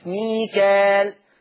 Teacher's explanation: يقرأ حفص، يقرأ حفص بالألف المادية، بالألف المادية ميكا كا، بالألف المادية من غير همزة بعدها، يعني ما فيش همزة بعد الألف، ميكال، فتصير مد طبيعي، ميكال، ميكال، مد طبيعي.